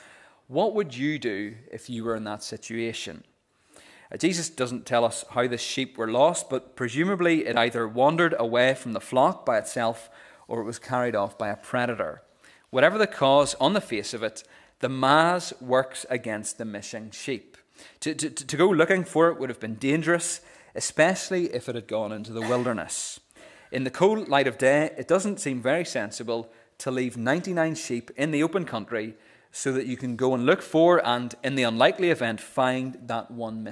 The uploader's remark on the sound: the recording of the Bible reading and sermon from our morning service